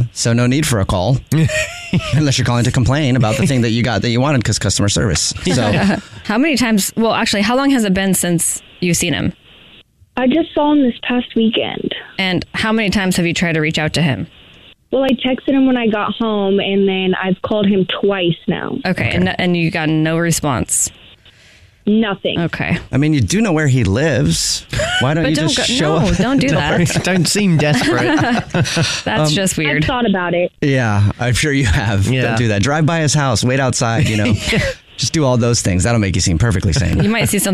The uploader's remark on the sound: We get that other person on the phone